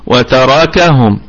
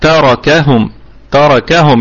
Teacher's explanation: النبر يكون على حرف الكاف · Shown in: second take